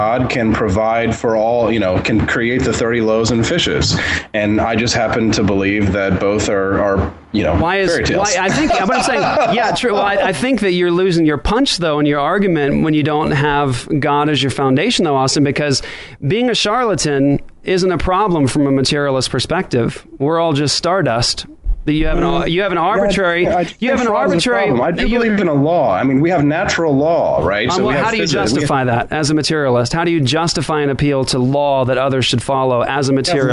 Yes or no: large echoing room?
no